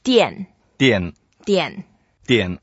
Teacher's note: It's the fourth tone, so we have to go down and we say 店。